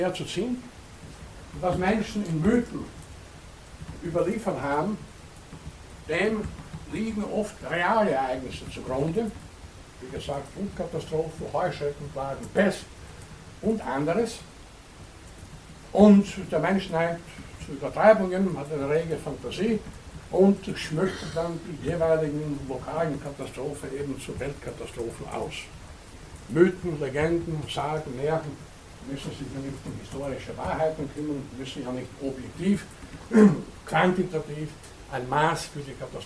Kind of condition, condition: setting, large echoing room